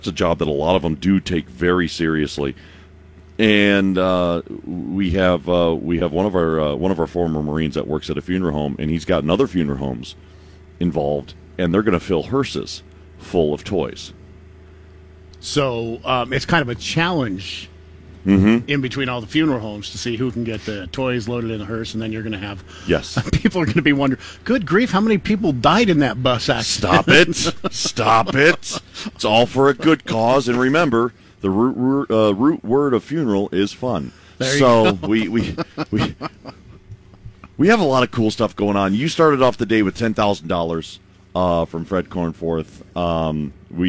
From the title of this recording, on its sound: LIVE from the TOY DRIVE